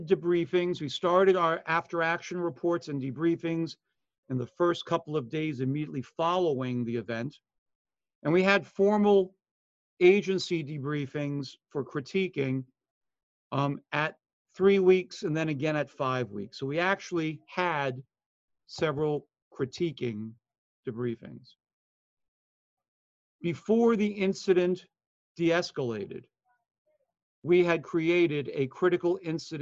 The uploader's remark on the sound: Online Session Audio.